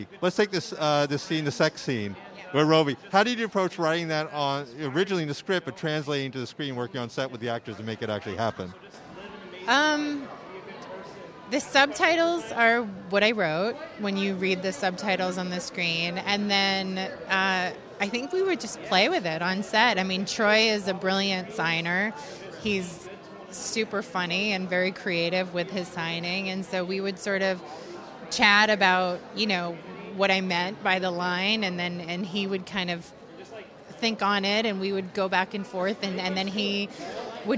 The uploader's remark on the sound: invited onto the 2022 Santa Barbara Film Festival red carpet to interview filmmakers